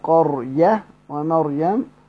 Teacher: فذهب قوم إلى ترقيق الراء كما ترقق للياء الواقعة قبلها ليقارب الصوت الشاكل.